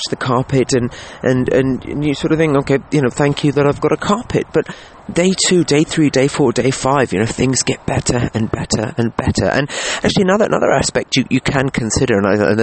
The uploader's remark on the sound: Apologies if you hear some disturbances, I recorded today's episode on my phone in the garden as the weather was just too perfect not